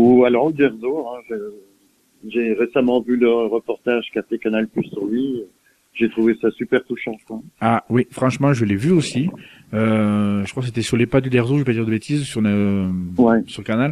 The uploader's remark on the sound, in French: reçoit par téléphone